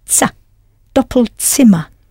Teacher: You had to change the vowel sound slightly, double to doppel, and I hope you pronounced the Z as though it was a T-S, Z, Doppelzimmer.